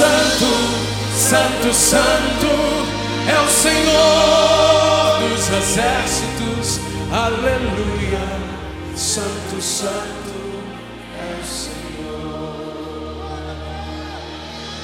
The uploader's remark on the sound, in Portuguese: Gravado ao vivo no Centro de Convenções MinasCentro.